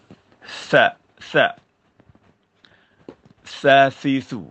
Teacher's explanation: Makhraj huruf sa ialah hujung lidah, hujung gigi. Hujung lidah, hujung gigi, lidah agak terkeluar sedikit.